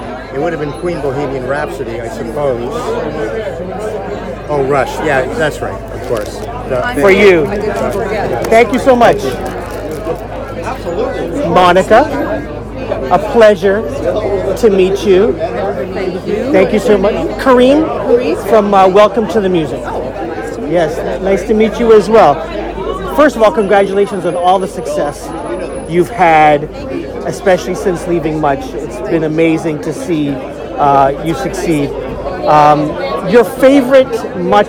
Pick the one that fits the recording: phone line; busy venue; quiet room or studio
busy venue